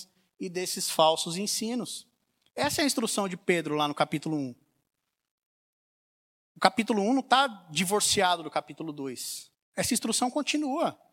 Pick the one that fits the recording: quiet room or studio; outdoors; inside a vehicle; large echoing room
large echoing room